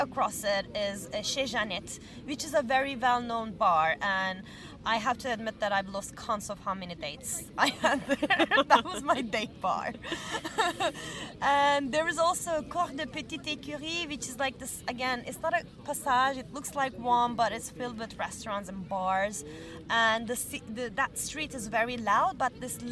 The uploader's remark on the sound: We recorded this episode on 2 October 2023, at Parc du Champs de Mars. We recorded this episode on 2 October 2023, at Parc du Champs de Mars.